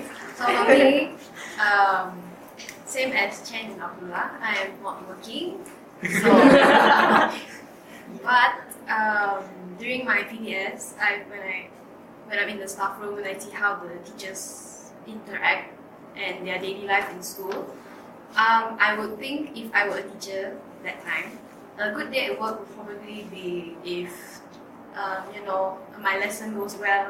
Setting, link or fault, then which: fault, poor microphone